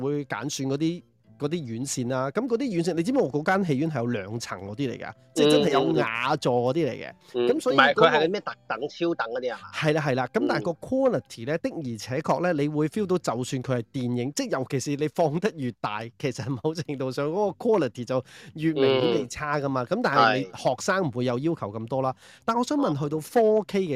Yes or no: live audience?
no